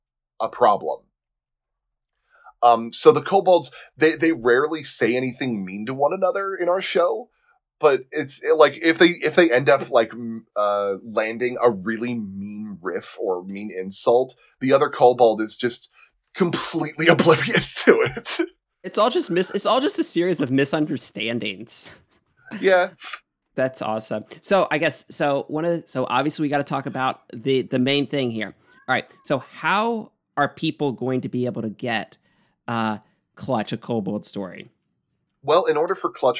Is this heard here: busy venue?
no